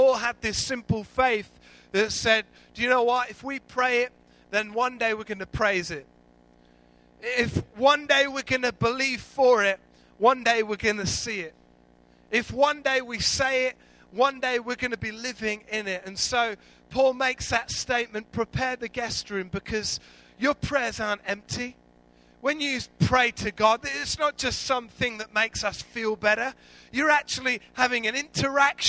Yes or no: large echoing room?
yes